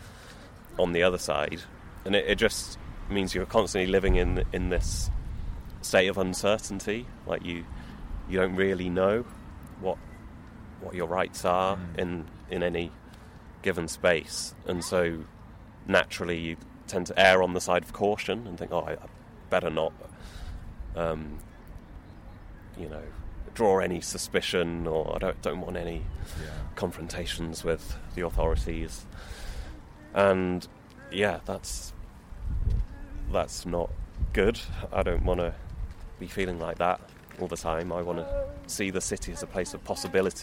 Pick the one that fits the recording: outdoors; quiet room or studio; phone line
outdoors